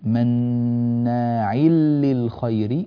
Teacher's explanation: للخير، هكذا أنت أظهرت النون بعد العين، عين للخير لا عل من العين إلى اللام مباشرة، هنا الحكم إدغام